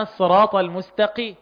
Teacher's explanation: القاف هنا في اقل درجات التفخيم لانها مكسوره